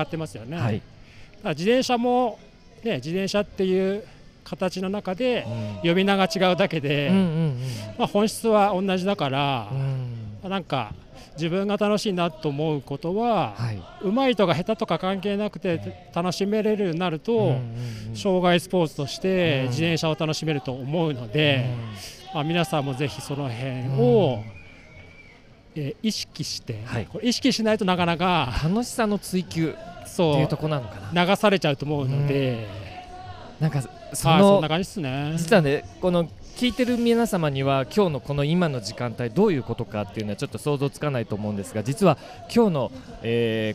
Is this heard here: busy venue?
yes